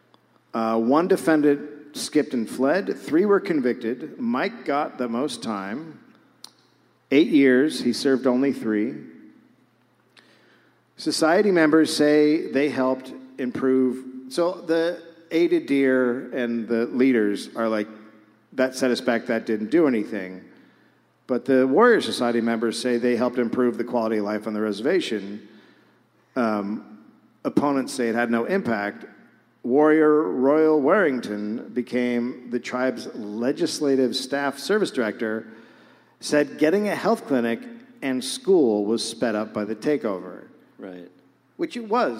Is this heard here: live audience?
yes